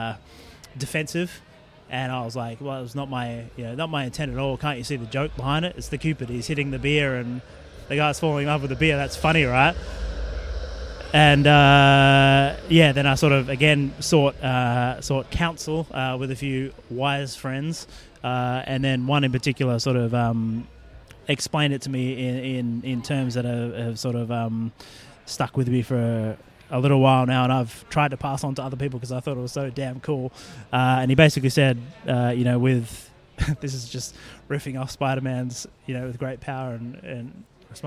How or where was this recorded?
busy venue